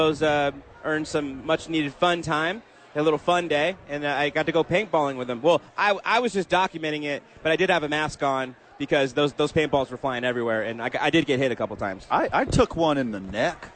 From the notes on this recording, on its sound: live from Isotopes Park